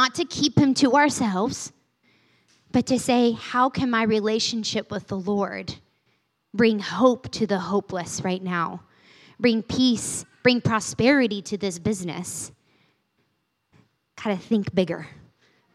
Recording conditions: large echoing room